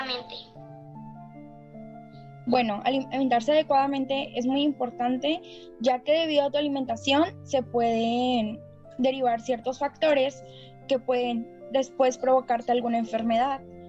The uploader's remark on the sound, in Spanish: Entrevista grupal realizada vía zoom por alumnos de cuarto grado.